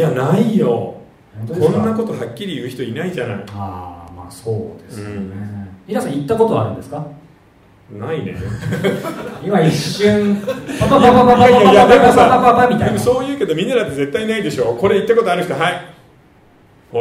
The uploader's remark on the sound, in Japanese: 公開収録